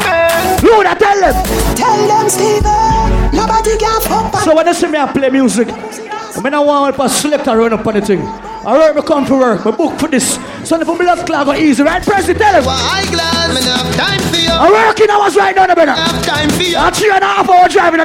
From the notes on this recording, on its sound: AT PREZZY XMAS APPRECIATION PARTY MARYLAND LIVE AUDIO